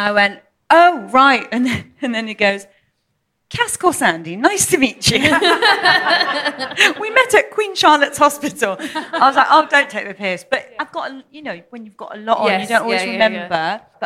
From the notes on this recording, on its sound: Live at 21Soho. In a special live recording of the podcast.